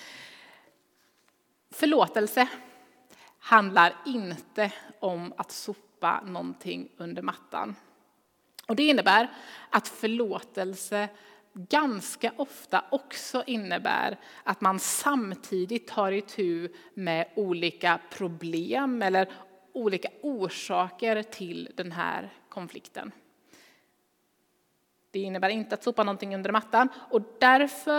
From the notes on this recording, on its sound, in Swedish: Inspelning från Immanuelskyrkan Skövde.